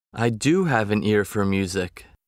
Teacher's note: emphatic stress on the auxiliary do